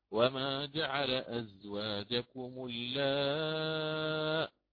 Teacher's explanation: وأقف على همزة ساكنة محققة، وقبلها انظر حينها اجتمع سببان للمد عارض السكون ومتصل